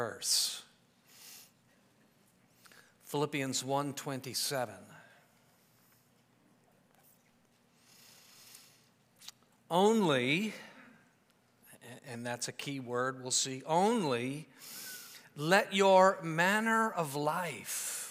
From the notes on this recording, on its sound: preached this sermon at Covenant Fellowship Church on April 2, 2023